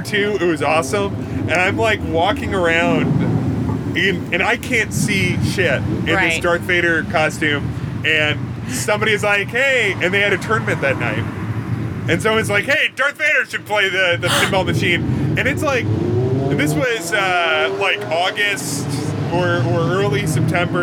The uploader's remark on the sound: Apologies in advance for the street sounds, unless you really like street sounds.